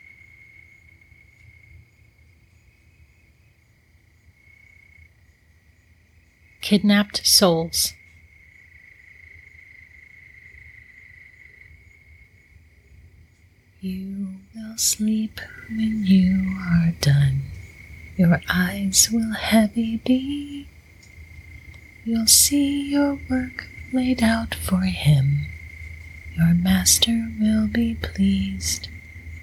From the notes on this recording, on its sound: To the calming sounds of a forest at night. ASMR warning.